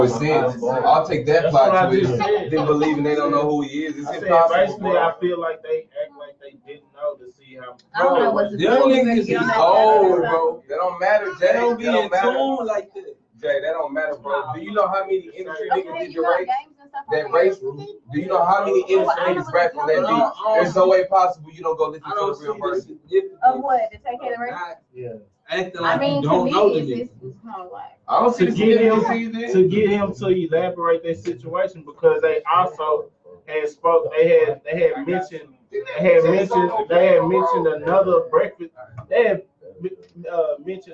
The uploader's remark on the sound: This week episode we have some slight Technical Difficulties.